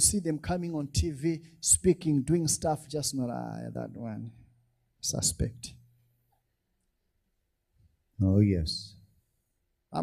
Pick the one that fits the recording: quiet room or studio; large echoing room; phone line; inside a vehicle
large echoing room